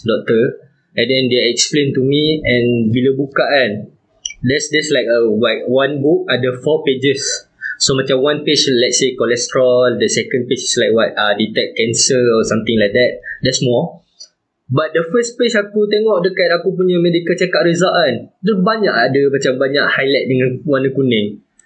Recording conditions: poor sound quality